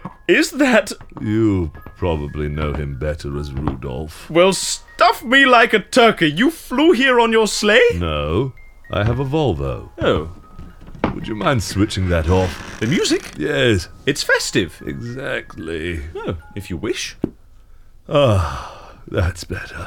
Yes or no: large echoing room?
no